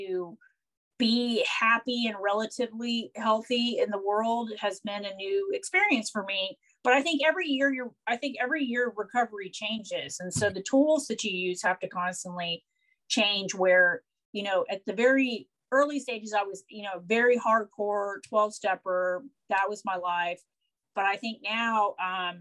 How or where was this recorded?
video call